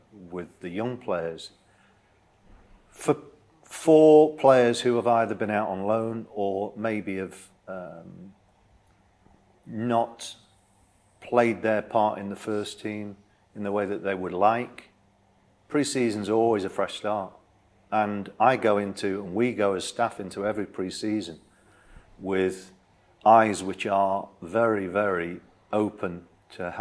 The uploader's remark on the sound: Full audio from this weekend's pre-match press conference